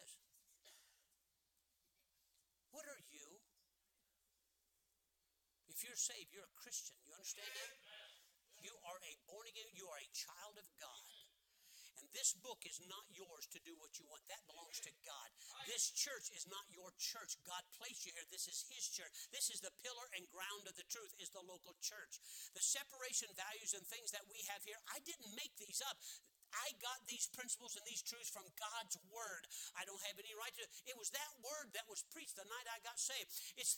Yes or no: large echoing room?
yes